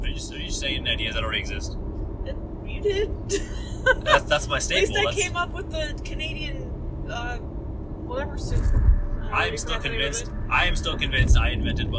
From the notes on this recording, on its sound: While we drive in the car.